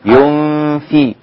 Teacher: النون هنا مخفاه مع الغنة